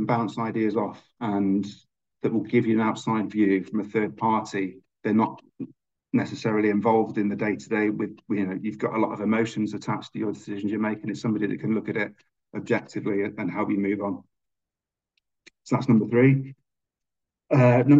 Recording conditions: video call